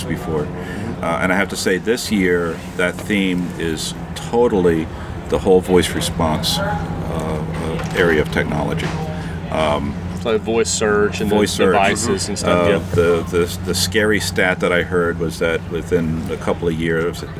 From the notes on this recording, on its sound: Recording live from the Healthcare Internet Conference in Scottsdale, AZ. Head outside to record a show.